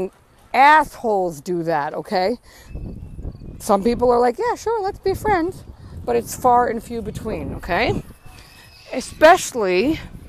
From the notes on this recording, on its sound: Casual chat while I’m out walking around the playground